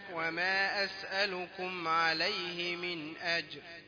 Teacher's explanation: وما أسألكم، وما أسألكم عليه من أجر، يعني ما تقولش من أجل، لا الراء ما تكونش مرققة في حالة الوقف، لكن عند الوصل ستكون مكسورة، يبقى مرققة من أجر إن، لكن هكذا وقفت وقفا صحيحا.